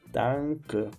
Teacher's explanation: A com N é um pouco mais aberta. Não é um danke, como a gente faz no português, como canção, mas é um danke, como fosse mais espanholado.